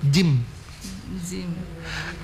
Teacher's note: Dia keluar jim itu keluar dari tengah langit-langit dan punggung lidah yang menyentuh ja.